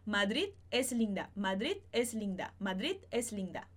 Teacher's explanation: Mesmo se eu falar isso um pouquinho mais rápido, é melhor eu tirar esse som do D do que juntar ele com o E.